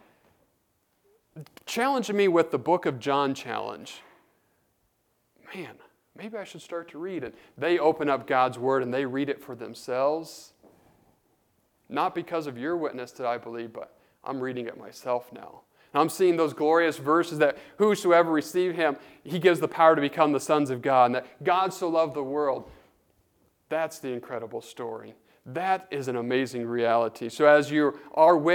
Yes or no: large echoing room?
yes